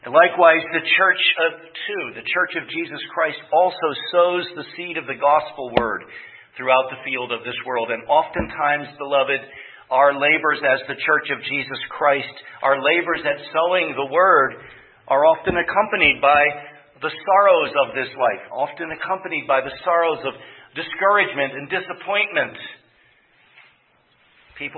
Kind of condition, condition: setting, large echoing room